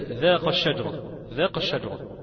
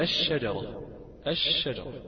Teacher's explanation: أما اللام هي ساكنة ولكن هي سكنت في حال إدغامها في الشين · Shown in: second take · فبقت الشجرة الشجرة بالضبط.